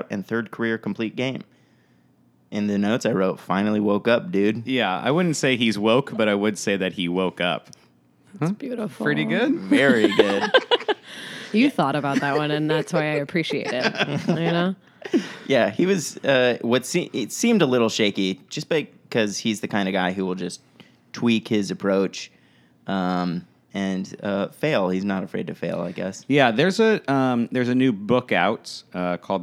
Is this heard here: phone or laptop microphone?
no